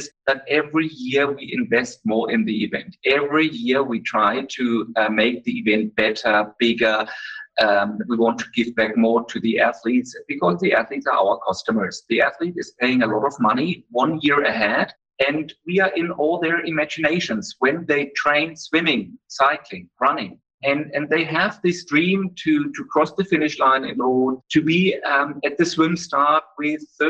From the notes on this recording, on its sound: I’d like to apologise for the audio quality of this episode as we faced some technical issues when connecting with him virtually for the interview.